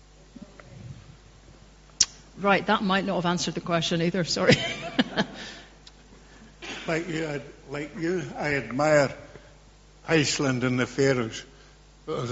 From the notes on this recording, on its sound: Q&A.Dunoon. The Post Talk Q and A session - A Democracy Live recording.